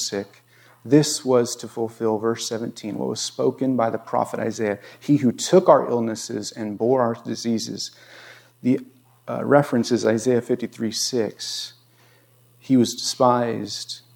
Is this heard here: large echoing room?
yes